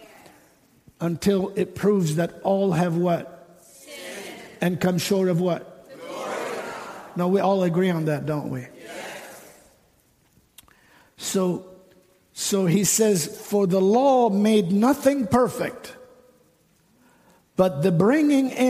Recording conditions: large echoing room